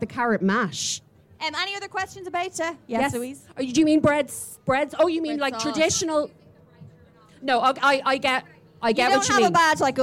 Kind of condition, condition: setting, busy venue